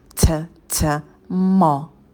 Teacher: Звук «т» произносим с придыханием. Кончик языка у нас идет на альвеолы, и мы выдыхаем воздух.